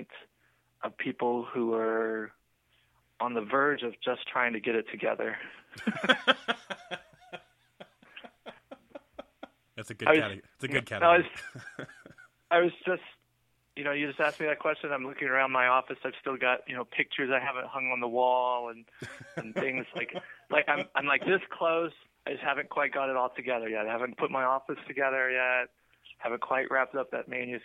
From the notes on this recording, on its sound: This episode was recorded late this past summer and features the return of phone interviews!